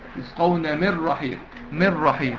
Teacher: نون ساكنة بعدها راء. الراء واللام ادغام بدون غنة. دخل النون في الراء. يعني ما تنطقش نون. ما تعملش غنة.